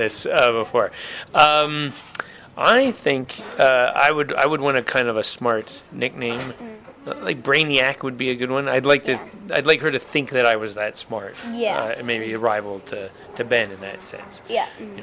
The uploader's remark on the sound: The author interview was recorded at Once Upon A Time--the oldest children's bookstore in the US--in Montrose, CA.